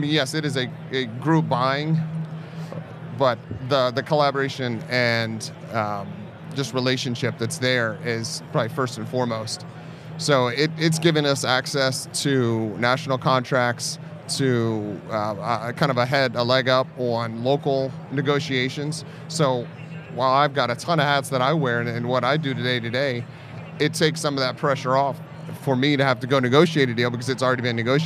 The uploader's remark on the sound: Live at IBS